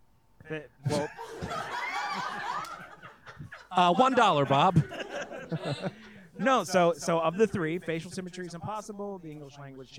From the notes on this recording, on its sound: Recorded live at Comedy Arts Theater of Charlotte.